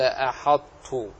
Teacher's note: الحاء مرققة والطاء فيما بعد فيها صفة إطباق